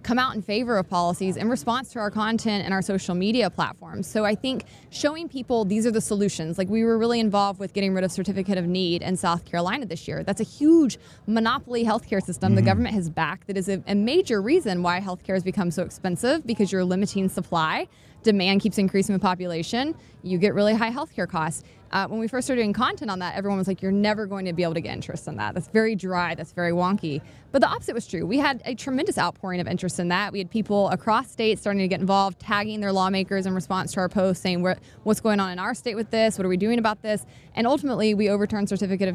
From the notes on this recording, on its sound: live from FreedomFest in Memphis, TN!